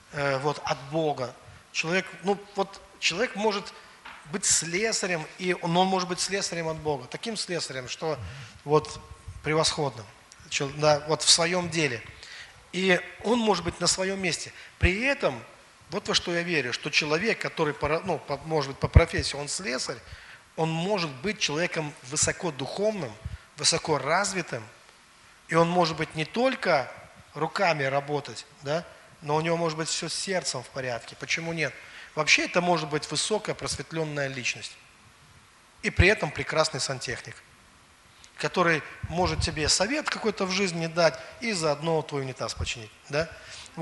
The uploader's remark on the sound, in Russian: Запись со служения церкви Дом Божий. Великие Луки.